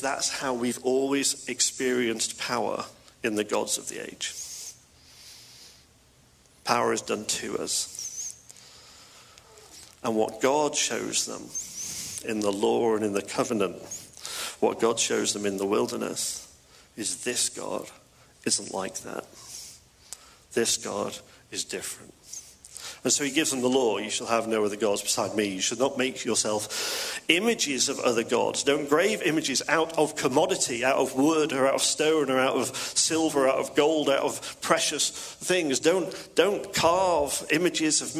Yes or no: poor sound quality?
no